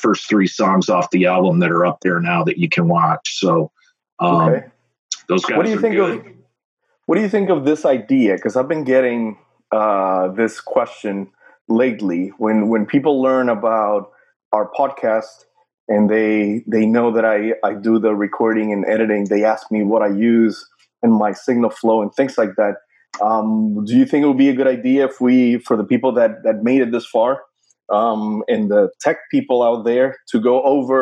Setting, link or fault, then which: link, video call